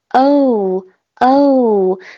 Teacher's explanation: 先发 a 再发 u，圆滑的把它连起来